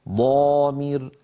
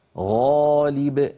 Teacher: فحرف الاستعلاء المطبق إذن هنا في صفتا قوة أشد تفخيما من حرف الاستعلاء المنفتح، لأن في الأول صفتي قوة وفي الثاني واحدة نحو ضامر ضامر أشد تفخيما من غالب غالب